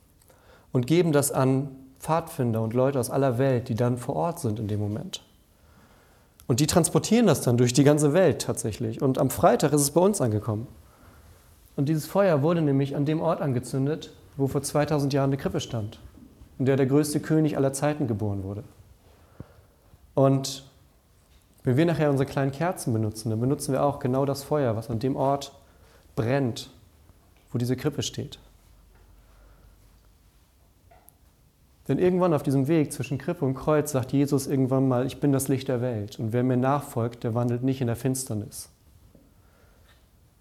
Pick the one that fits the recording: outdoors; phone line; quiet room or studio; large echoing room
large echoing room